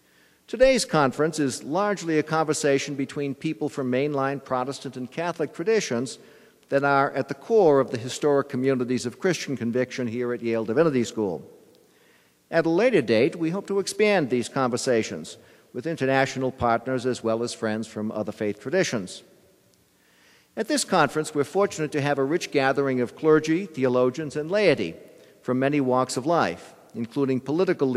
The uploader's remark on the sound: keynote address at Yale Divinity School’s Faith and Citizenship conference